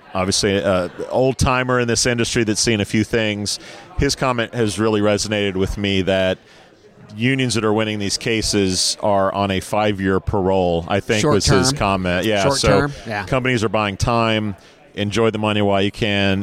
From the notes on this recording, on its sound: The boys are live from TA Week in the Qualifi booth dropping more commentary from the world of work.